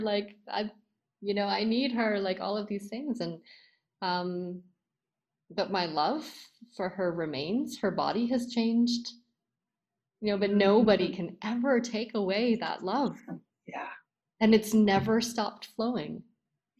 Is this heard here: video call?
yes